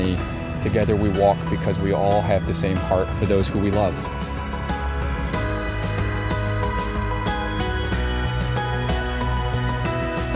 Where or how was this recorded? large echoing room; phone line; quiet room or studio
large echoing room